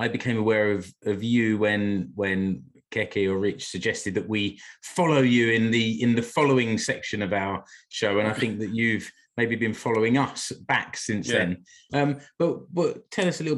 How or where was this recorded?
video call